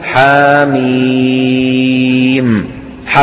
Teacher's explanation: يمد كل منها بمقدار حركتين مدا طبيعيا